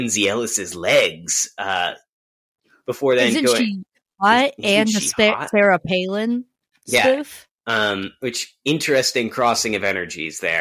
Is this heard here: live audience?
no